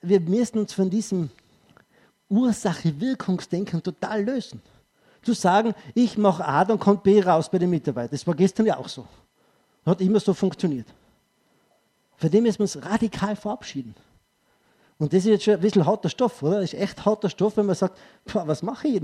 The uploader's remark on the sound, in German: Ausschnitt aus dem ÖGWT-Vortrag